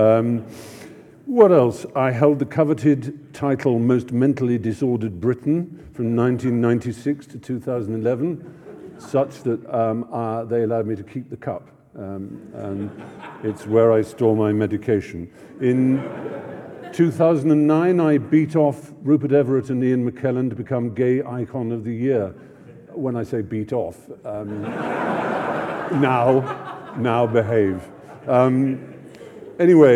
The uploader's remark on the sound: lecture at the University followed by Q&A